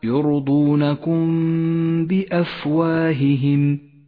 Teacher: نخفي الميم بالباء مع بقاء غنة للميم زمنها حركتان · Term: الإخفاء الشفوي